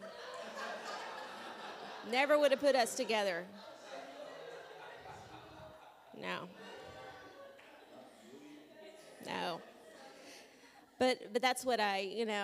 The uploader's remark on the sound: This audio was taken from a class. At World Harvest Bible Training Center in Murrieta, CA.